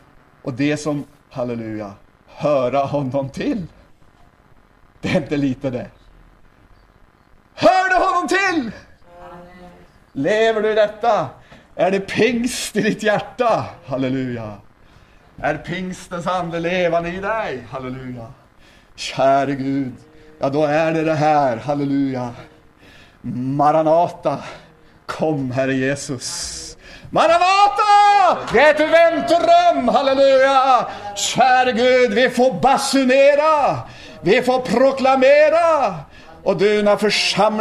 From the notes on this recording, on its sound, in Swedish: inspelad 16 februari 2010 kl 19 på Bällsta Missionscenter